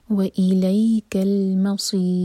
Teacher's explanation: و الیک المصیر، میم کو ہیوی نہ ہونے دیں، میم لائٹ اور آخر میں را باریک، کیونکہ اس سے پہلے ہے کسرہ. جب ہم را کو ساکن کرتے ہیں تو اس سے پہلے اگر کسرہ ہوگا تو یہ را باریک پڑھا جاتا ہے.